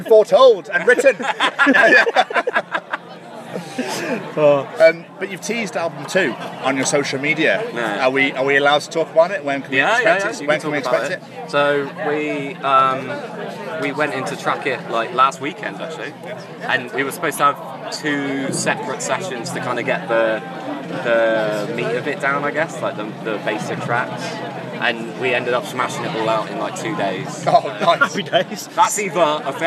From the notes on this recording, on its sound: Live from 2000 Trees 2023